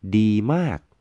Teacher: ดี flat tone มาก falling tones